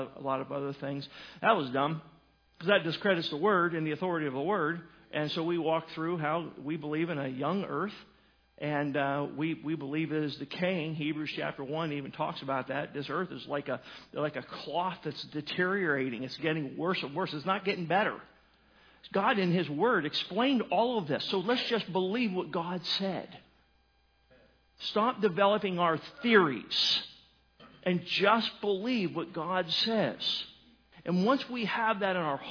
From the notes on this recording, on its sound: Sermon was recorded January 21, 2018 at Northside Baptist Church of Elkhart, Indiana